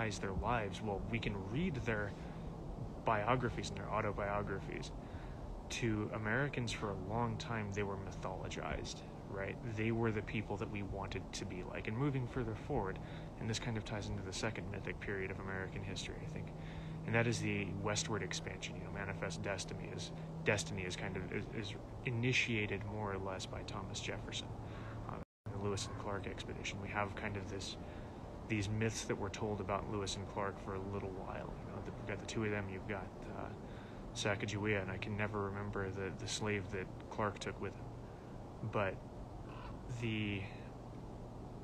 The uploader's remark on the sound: In this short episode we share an excerpt from a recent Instagram live video.